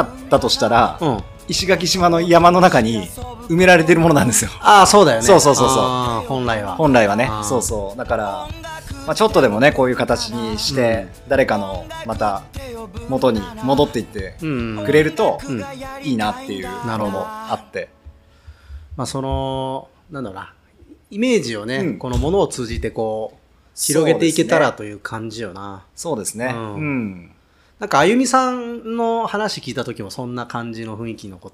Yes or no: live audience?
no